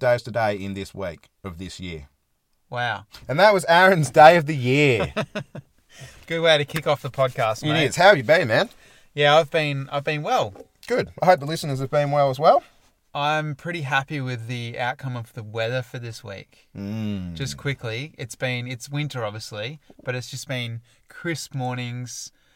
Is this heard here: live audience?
no